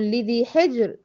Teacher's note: ادي الري هنا سكنت نتيجة الوقف، والجيم بتاعت حجر ساكنة، هضطر ألجأ لحركة الحاء، لقيتها مكسورة، يبقى الري بتاعت حجر هترقق، لأن ايه الحاء مكسورة